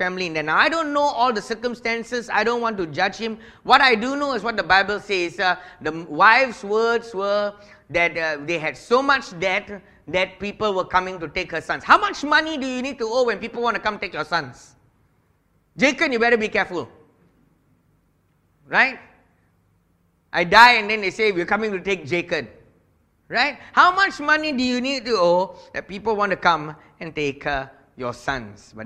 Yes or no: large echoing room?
yes